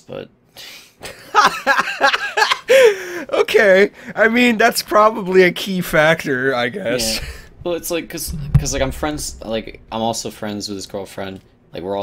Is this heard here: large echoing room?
no